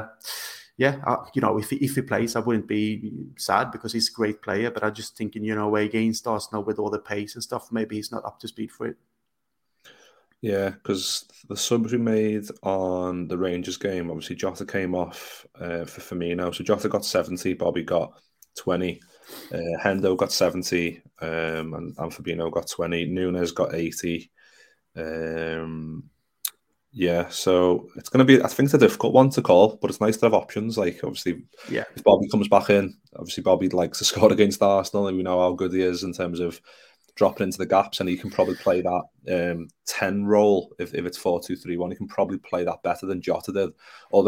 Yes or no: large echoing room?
no